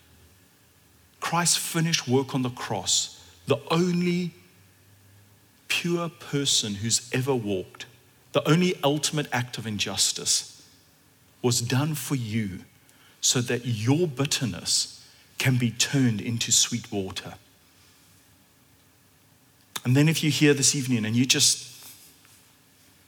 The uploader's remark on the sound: at Common Ground Church Rondebosch